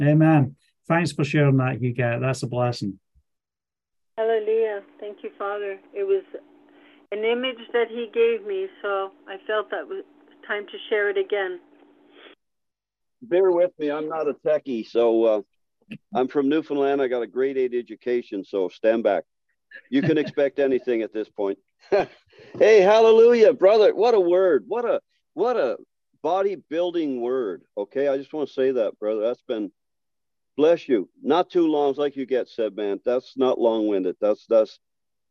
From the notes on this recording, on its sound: Live Zoom Call Message. From Scotland.